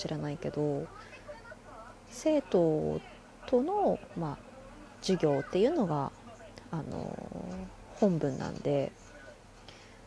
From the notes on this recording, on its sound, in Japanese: テレビの音声意外に入るなぁ